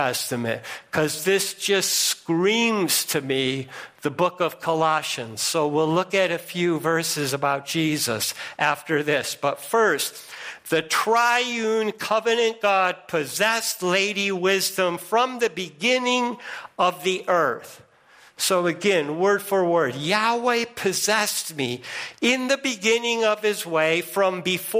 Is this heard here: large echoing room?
yes